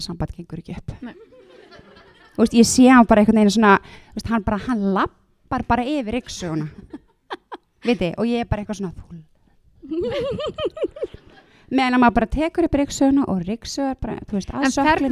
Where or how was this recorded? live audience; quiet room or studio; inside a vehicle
live audience